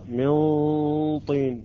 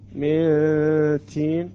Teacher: تلاحظون كيفية الأداء بالنسبة للطاء من طين، لا أقرأها من تين أصبحت تاء · Shown in: first take · Term: الطاء